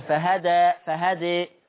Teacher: لما أقف على فهدى ليه الفتح والتقليل، فهدى فهدئ الفتح والتقليل، بس هذا وقفا، اما وصلا ما فيش فتح ولا تقليل.